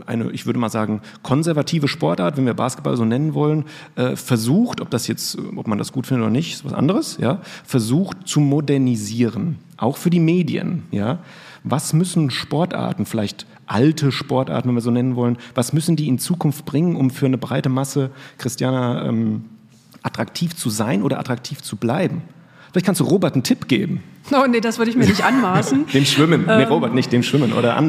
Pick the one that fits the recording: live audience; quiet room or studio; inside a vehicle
live audience